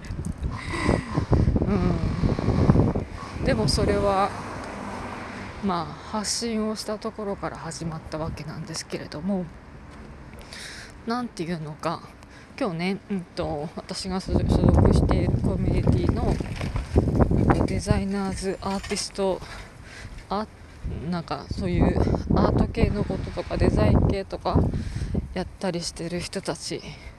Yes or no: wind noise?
yes